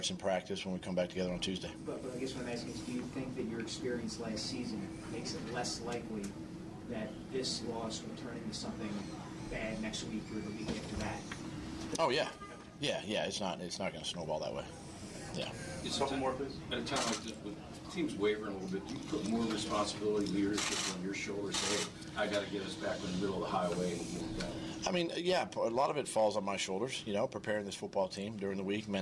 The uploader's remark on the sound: Press Conference.